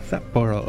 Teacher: It's a glottal stop before a consonant.